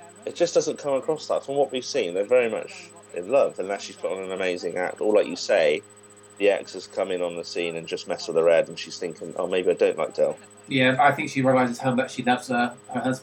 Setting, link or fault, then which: fault, poor sound quality